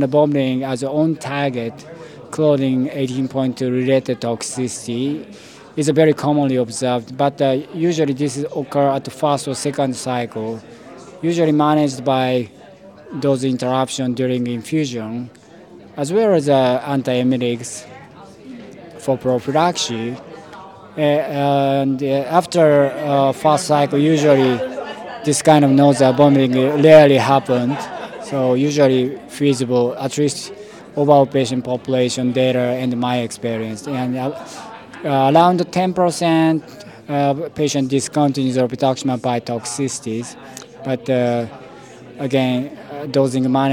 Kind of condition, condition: setting, busy venue